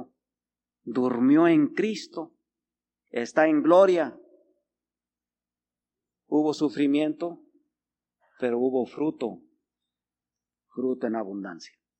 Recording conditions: large echoing room